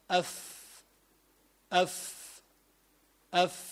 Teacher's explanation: تلاحظ أنك تستعمل الشفة السفلى، فإذا أيضا الفاء حرف شفوي، يعني يخرج من الشفة